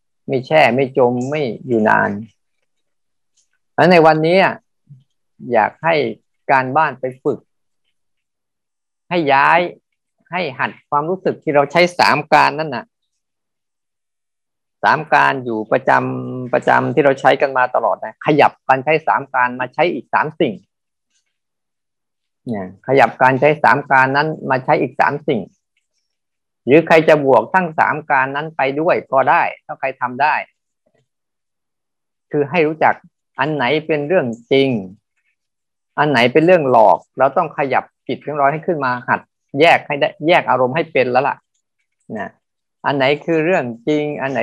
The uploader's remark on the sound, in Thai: เป็น 1 ใน 3 คอร์สออนไลน์ (ผ่านโปรแกรม Zoom)